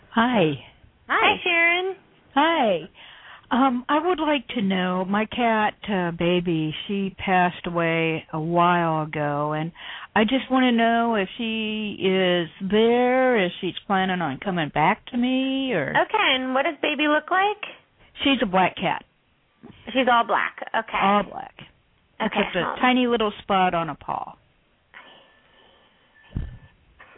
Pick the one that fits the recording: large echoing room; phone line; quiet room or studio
phone line